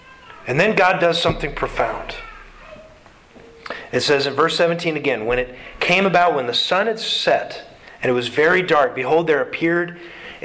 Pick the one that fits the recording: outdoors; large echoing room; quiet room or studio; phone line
large echoing room